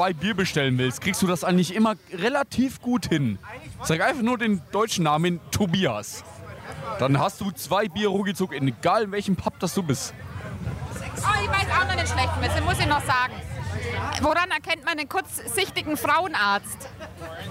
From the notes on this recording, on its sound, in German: Wir verarbeiten unsere letzten Aufnahmen vom Mammut Festival im März 2023. Diesmal kommen die Besucher und Besucherinnen zu Wort.